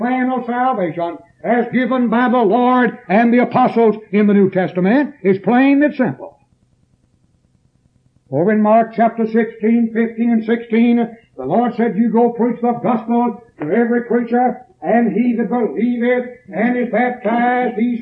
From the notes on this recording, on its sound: preached this sermon at East Columbus church of Christ on September 9th, 1981.